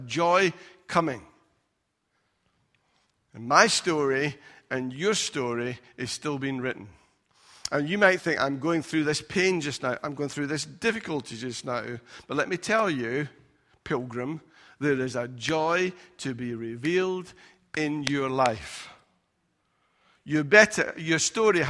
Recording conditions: large echoing room